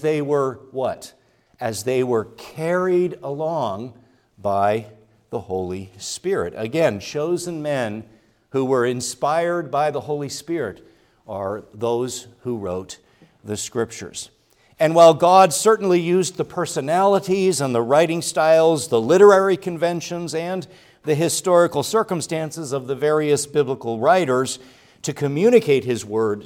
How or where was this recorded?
large echoing room